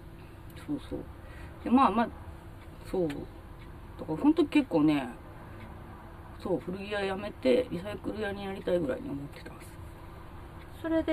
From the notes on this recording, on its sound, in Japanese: 祐天寺の古着屋 gargen730さんで特別収録！